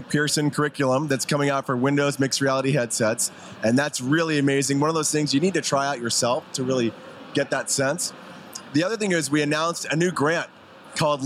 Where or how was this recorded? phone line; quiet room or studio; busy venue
busy venue